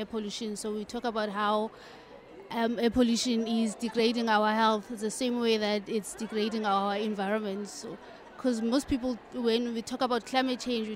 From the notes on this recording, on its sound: We are still coming to you live from the Cape Town International Convention Centre as scientists gather at the World Science Forum hosted by the Department of Science and Innovation.